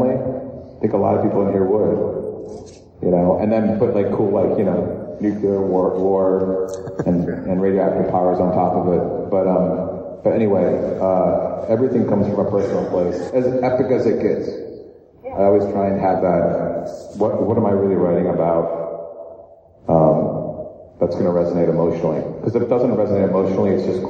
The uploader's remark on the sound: a panel recording from this year's Baltimore Comic Con